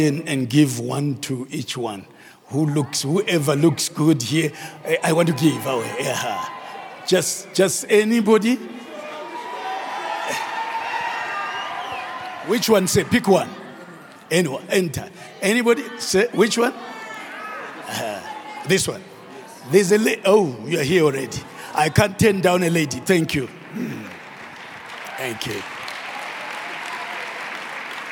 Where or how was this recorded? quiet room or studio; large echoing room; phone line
large echoing room